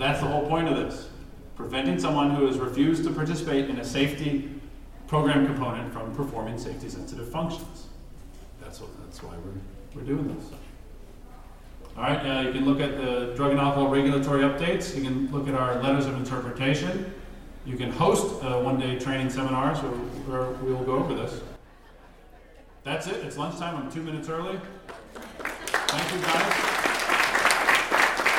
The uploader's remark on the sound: Today, we are at the 13th Annual FTA Drug and Alcohol National Conference.